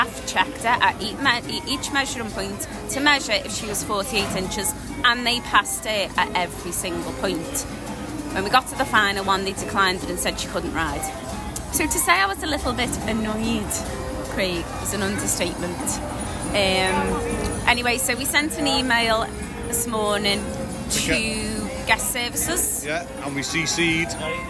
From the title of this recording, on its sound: Live on Location (At Disney)